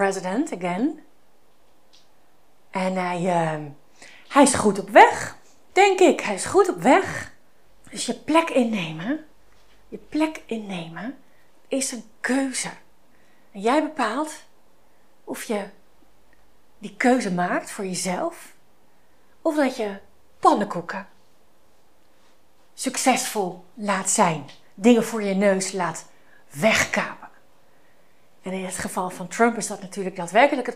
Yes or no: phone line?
no